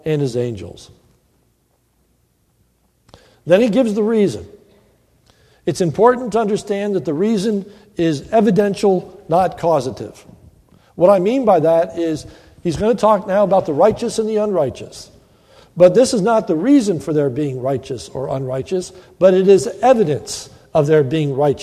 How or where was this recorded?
large echoing room